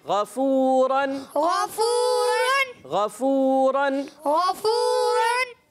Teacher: ऊपर के दांतों के किनारे और निचले होंठों के तरीके से